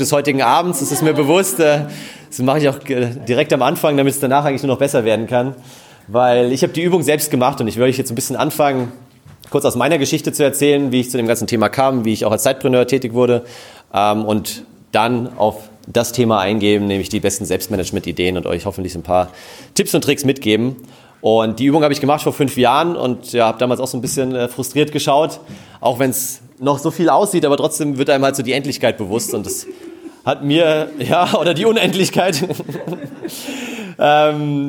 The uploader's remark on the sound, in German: In dieser Episode hörst du den Mitschnitt der Keynote. Auf dem letzten Sidepreneur Meetup in München.